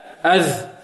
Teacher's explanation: طيب عندنا الذال هنا معجم، الذال، أذ، الثاء والذال والظاء من مخرج واحد، متجانسة تخرج من طرف اللسان مع طرف الثنايا العليا